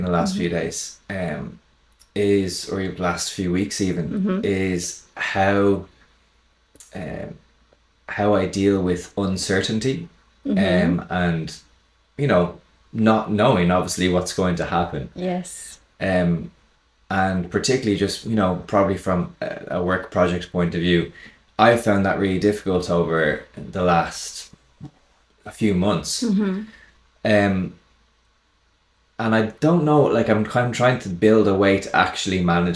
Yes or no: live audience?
no